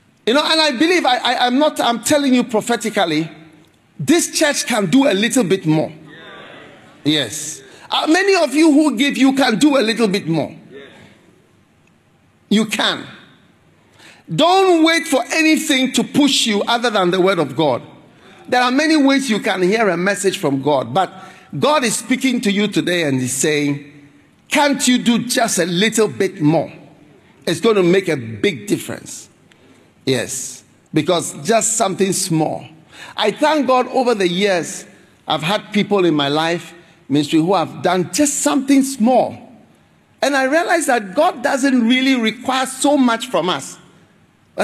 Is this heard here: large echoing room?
yes